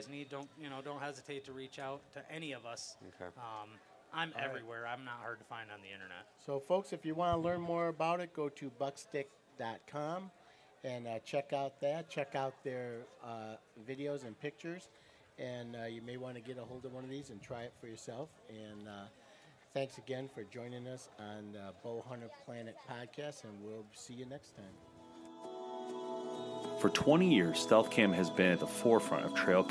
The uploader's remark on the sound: Woodsnwater Outdoor Weekend 2019 LIVE. Join the BHP Podcast LIVE at the 33rd Woods N Water outdoor weekend.